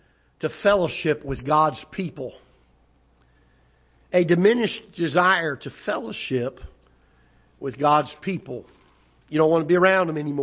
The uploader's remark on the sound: Ketha Heights Baptist Church ~ Live Broadcast